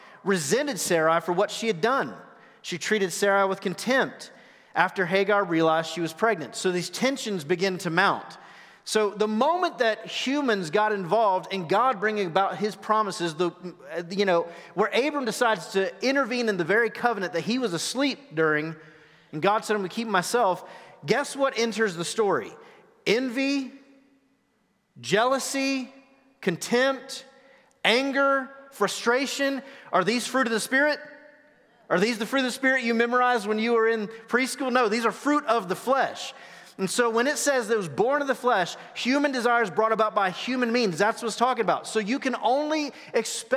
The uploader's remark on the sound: Recorded live at The Fellowship at Two Rivers. TR campus.